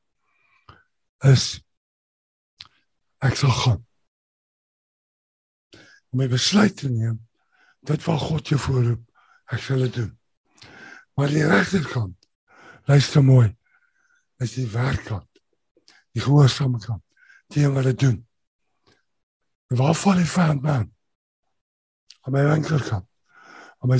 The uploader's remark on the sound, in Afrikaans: Zoom Byeenkoms.